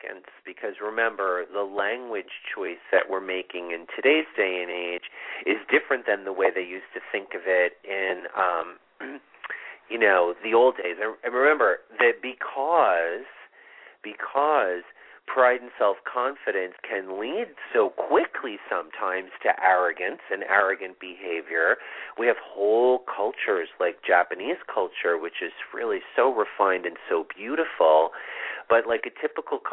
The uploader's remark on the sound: This is a live call in show with mini astrology readings.